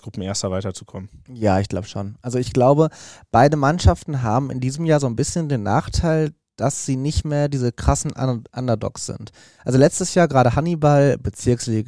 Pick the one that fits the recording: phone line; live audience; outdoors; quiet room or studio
quiet room or studio